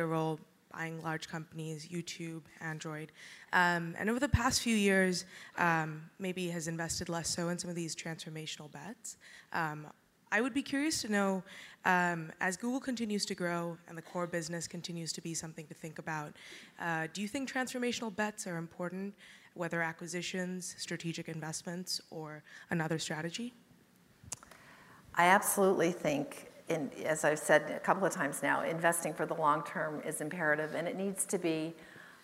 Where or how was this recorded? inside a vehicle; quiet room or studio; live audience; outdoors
live audience